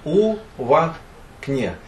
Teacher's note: У становішчы, пасля у паміж у і а узнікае ўстаўны в